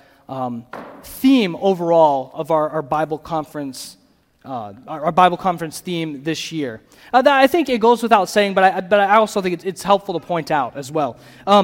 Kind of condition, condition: setting, live audience